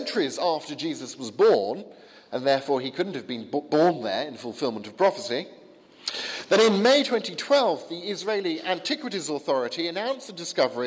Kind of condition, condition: setting, large echoing room